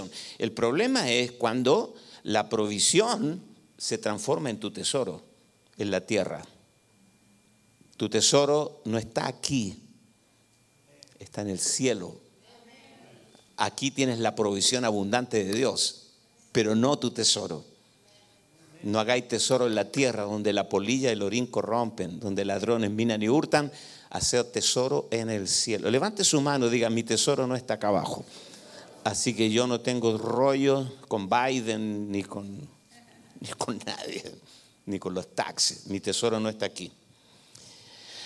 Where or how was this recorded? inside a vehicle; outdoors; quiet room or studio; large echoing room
large echoing room